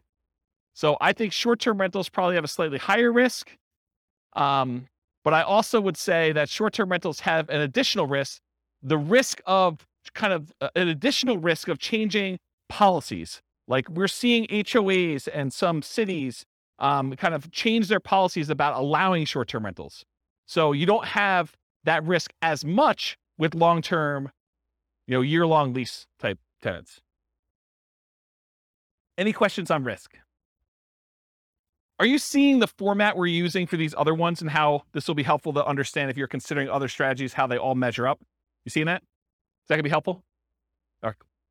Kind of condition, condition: setting, live audience